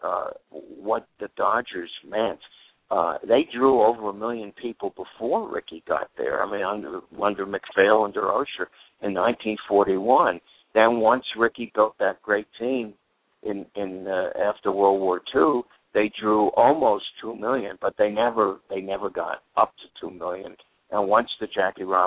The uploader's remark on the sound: will call